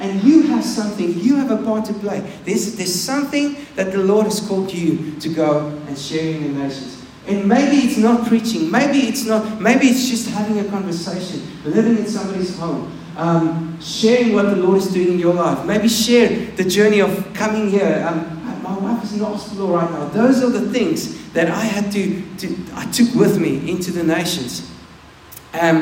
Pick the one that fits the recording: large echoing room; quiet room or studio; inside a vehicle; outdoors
large echoing room